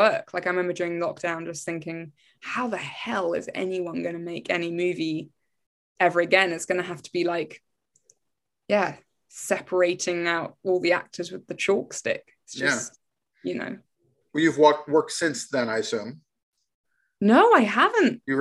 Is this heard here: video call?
yes